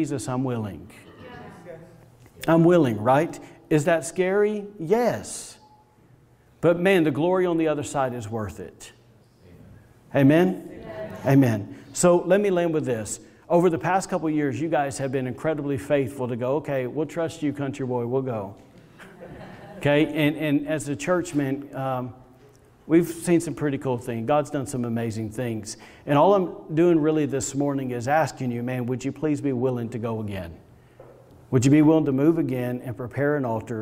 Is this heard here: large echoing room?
yes